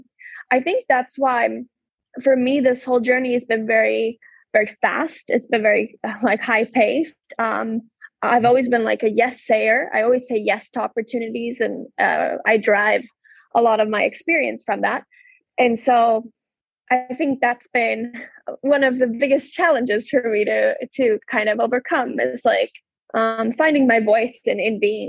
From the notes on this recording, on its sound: This episode was recorded through a Zoom-call on January 19, 2022.